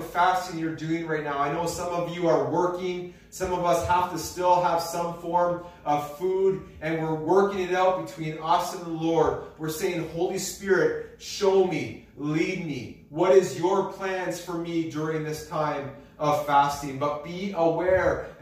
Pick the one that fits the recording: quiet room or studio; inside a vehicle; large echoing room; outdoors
large echoing room